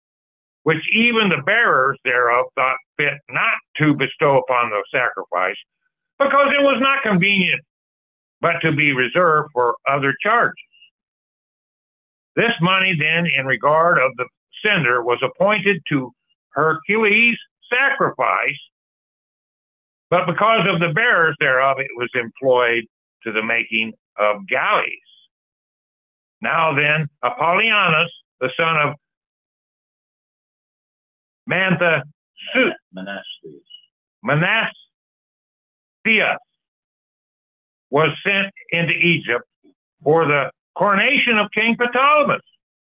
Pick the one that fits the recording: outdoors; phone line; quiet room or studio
phone line